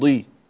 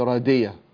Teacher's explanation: الضاد المكسورة هي حرف مستعلي مطبق · Shown in: first take · تقول ضي لا تتأثر بالكسر، فأنت نزلت بها إلى أن صارت دالا قلت رادية، طيب فالمعنى تغير هنا، فانتبه إلى أنها ضاد، بارك الله فيك.